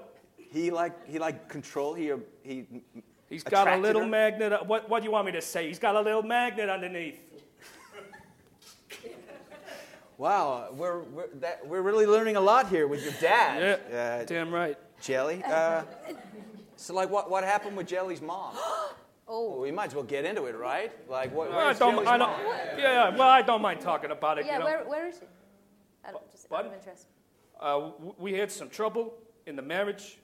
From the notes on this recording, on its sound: The guy whose basement where the Pod is recorded. Members of the wonderful audience too!